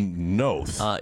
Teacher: So it's like North, but without the R.